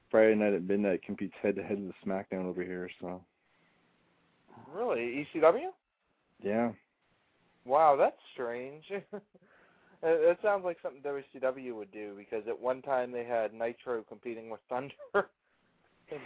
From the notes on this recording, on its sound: A special 1 hour call-in only show. Open the phone lines for the whole show.